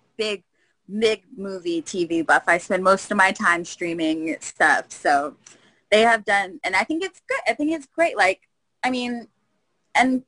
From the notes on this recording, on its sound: appeared on our Zoom Show on 10/11/2020